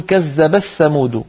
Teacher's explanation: فتدغم التاء في الثاء وهو أسهل